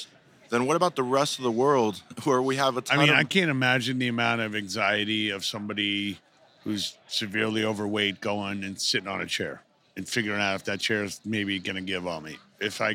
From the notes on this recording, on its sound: Live from the floor of the March 2023 IHRSA Trade Show in San Diego